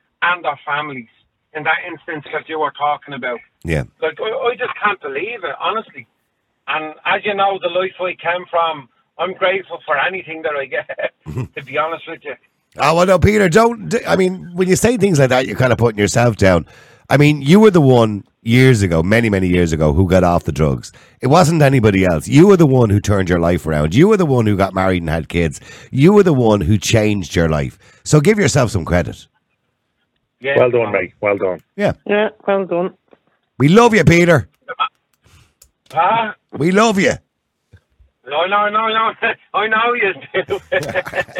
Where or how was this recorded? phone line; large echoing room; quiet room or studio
phone line